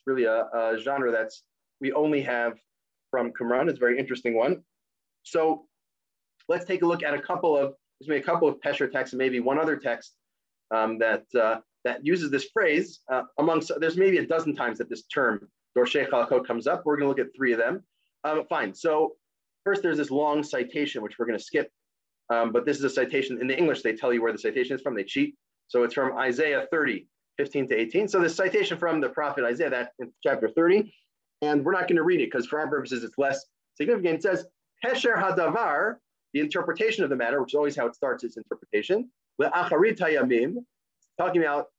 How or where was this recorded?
video call